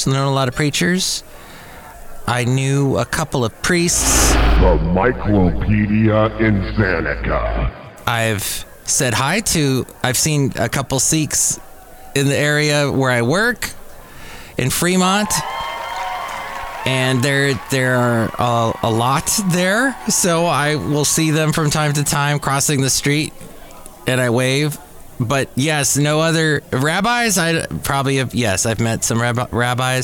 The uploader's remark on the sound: Podcasts live from Café Anyway.